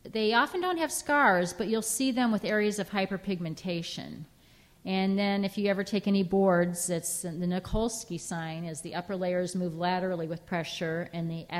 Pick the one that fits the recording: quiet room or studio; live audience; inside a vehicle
live audience